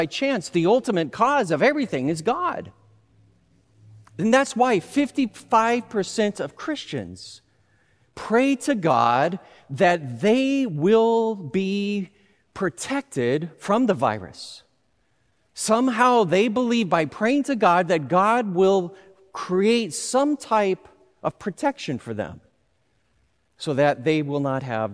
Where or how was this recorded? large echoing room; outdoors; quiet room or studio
large echoing room